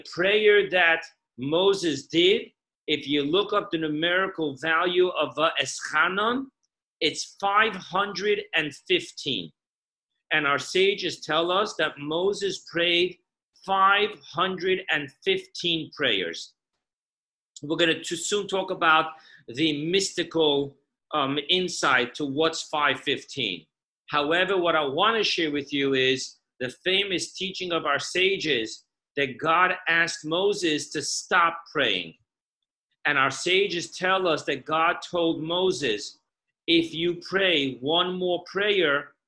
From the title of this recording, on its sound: Zoom Parsha Class